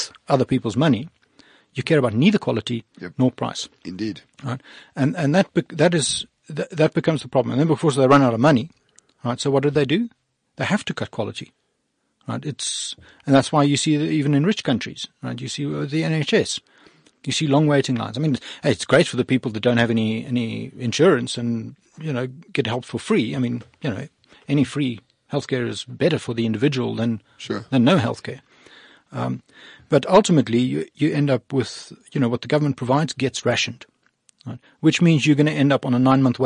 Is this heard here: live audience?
no